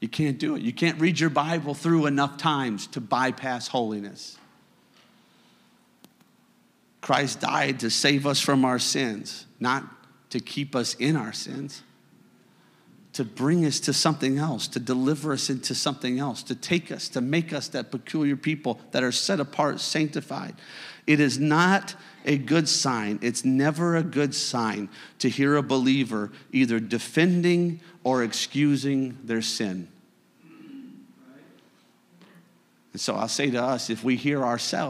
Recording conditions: large echoing room